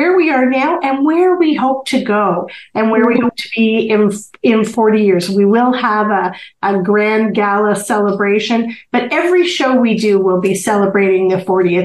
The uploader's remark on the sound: welcome back via ZOOM